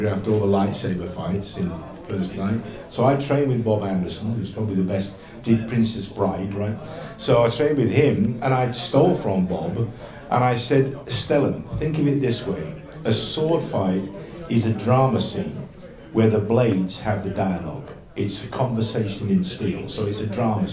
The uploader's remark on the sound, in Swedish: Livepod Retcon 2023. Stor lokal med många deltagare så ljudet är inte det bäst.